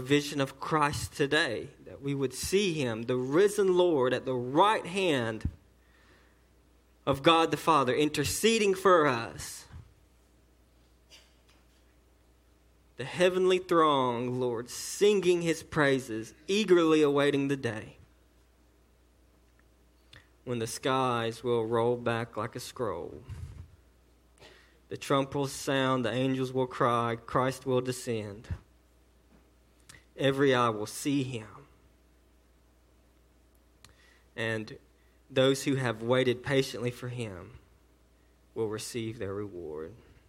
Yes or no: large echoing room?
yes